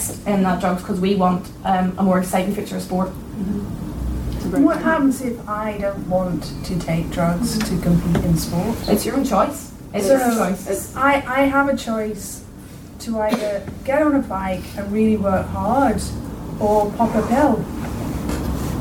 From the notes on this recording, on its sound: In this recording you will hear the first round of speeches and debating from the second room. I believe it may have been the Belfast South room, but I do not know for certain.